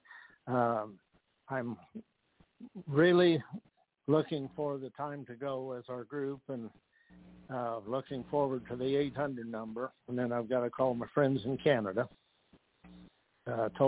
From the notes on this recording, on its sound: TNTSuperfantastic Conference Call